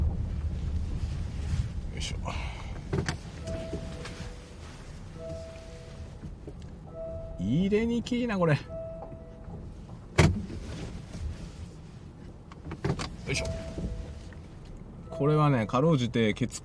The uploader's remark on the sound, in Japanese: ドライブの道中でいろんな思いを語る。使用マイク：ZOOM M3 MicTrak。Stand.fm。